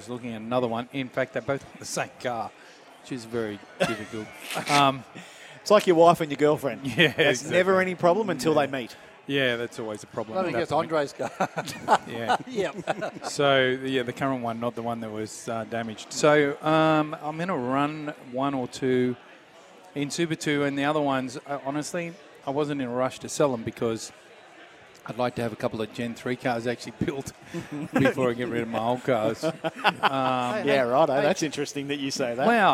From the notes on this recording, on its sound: we broadcasted the show live from The Star on the Gold Coast